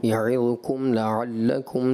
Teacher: یہاں پر کاف تھا باریک، یعظکم اور پھر لعلکم میں بھی باریک کاف تھا، یہ مجھے موٹے محسوس ہوئے مستعلیہ کی طرح قاف، تو یہاں ان سے غلطی ہوئی.